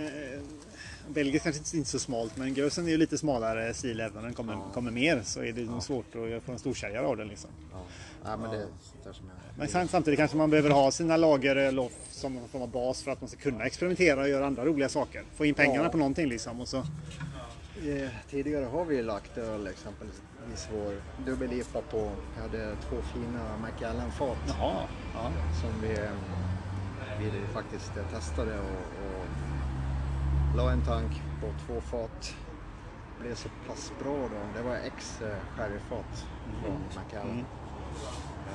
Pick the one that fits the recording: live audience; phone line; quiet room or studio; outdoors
outdoors